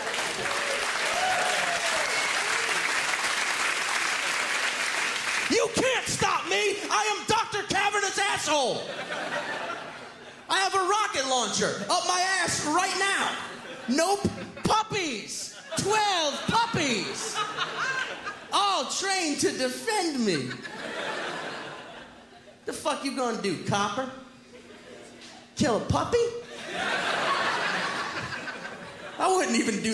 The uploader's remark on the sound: stand up from the Just For Laughs Festival in 2010